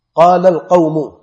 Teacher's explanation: قاف جو ہے تھوڑا اوپر سے آپ کو محسوس ہوتا ہے حلق میں کہ ہاں کہ حلق کے اوپر والے حصے سے جو ہے وہ قاف کا مخرج ہے.